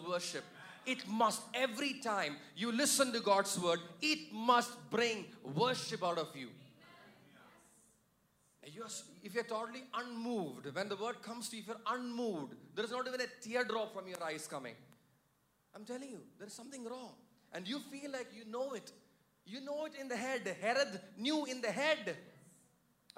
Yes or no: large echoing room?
yes